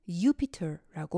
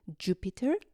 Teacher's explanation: 프렌치에서는 또한 그간 라틴어에는 없었던 J 사운드도 새로 생겨나게 되며 이에 따라 라틴어의 Y 사운드도 점차 J 사운드로 변하게 됩니다